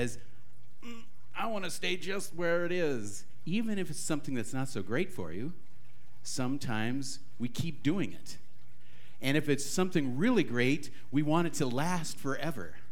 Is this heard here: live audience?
yes